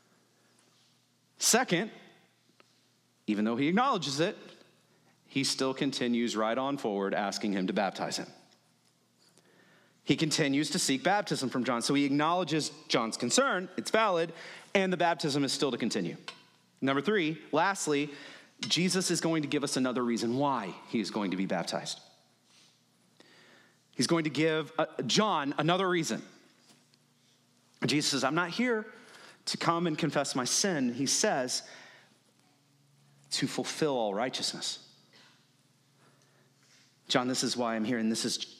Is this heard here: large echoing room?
yes